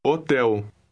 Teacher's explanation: Note that the H is completely silent. You read the word just as if the H weren't there.